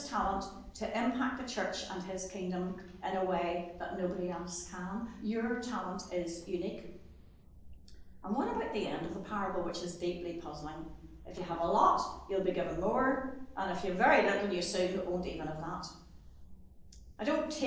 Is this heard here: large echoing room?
yes